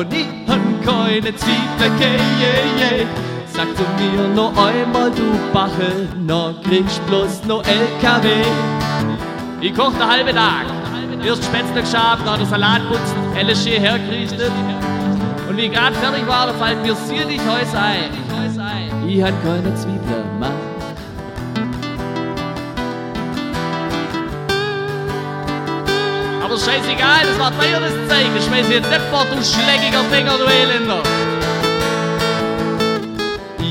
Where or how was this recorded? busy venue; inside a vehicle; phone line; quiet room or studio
busy venue